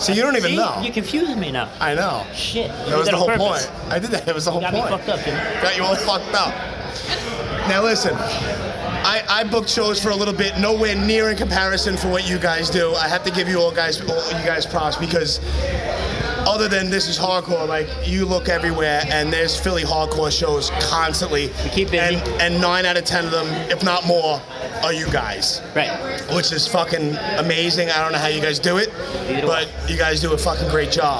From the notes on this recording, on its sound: Live from This Is Hardcore 2019.